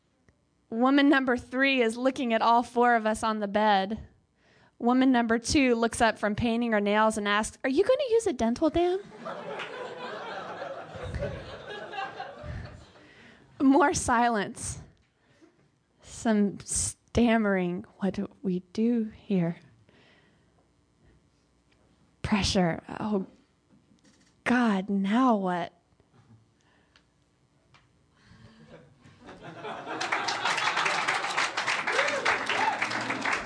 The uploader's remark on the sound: Yet another night of Erotic Open Mic at San Francisco's OneTaste. As the players take the stage and share their sensual stories and songs.